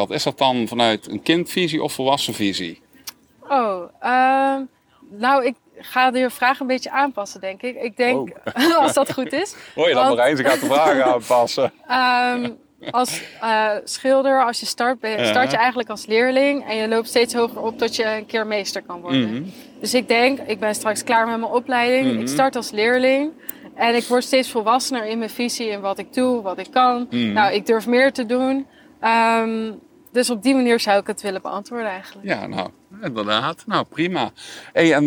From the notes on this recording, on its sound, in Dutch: Tijdens een inspirerende wandeling door de historische en mooie stad Leiden. Onze allereerste Bouw Vakidioten Walking Podcast is dus een feit! We staan stil bij een aantal prachtige historische bezienswaardigheden zoals de Rembrandtplaats, het instituut voor de Nederlandse taal en het academiegebouw van de Universiteit vlakbij de Hortus botanicus.